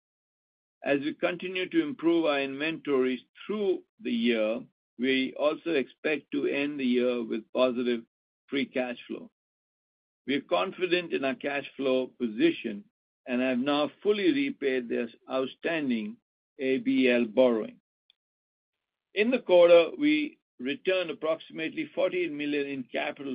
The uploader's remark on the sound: Webcast Third Quarter 2023 Earnings Conference Call.